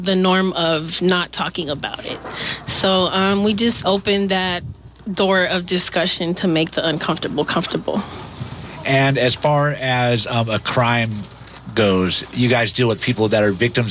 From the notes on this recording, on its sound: Interviews from the recent Resource Fair in Antioch. Music performed live from the Resource Fair.